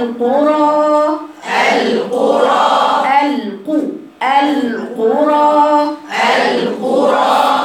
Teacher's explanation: القاف دي قوية يا بنات، يعني مستعلاء